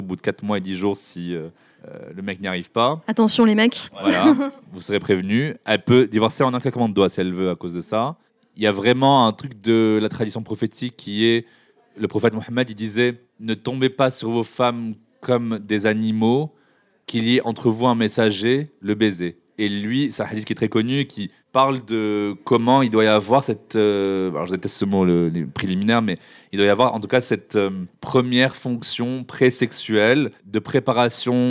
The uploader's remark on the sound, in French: Cet épisode a été enregistré en public au Pavillon des Canaux à Paris pendant le festival POP MEUFS dédié aux luttes inclusives, féministes et intersectionnelles.